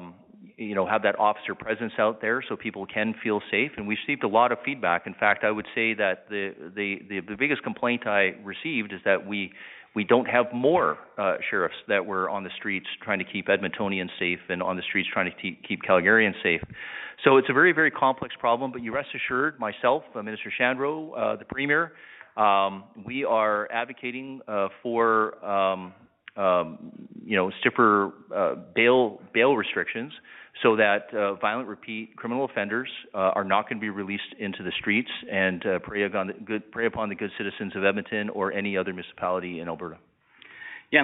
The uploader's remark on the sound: Public Safety Telephone Town Hall (Edmonton). Interactive telephone town hall.